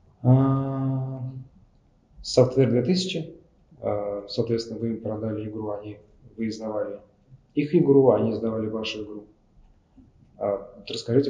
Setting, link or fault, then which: fault, poor sound quality